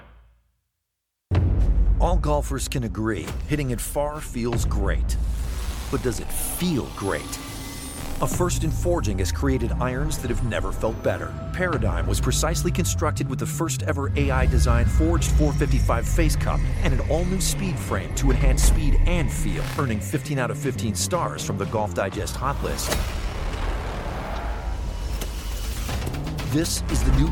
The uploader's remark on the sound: LIVE from Royal Liverpool